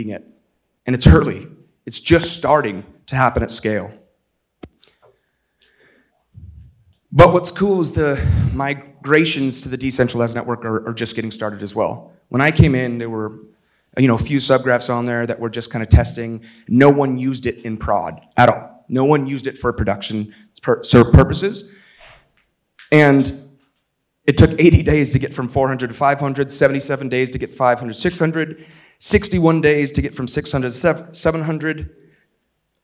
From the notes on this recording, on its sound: In this engaging keynote from Disco Summit 2023.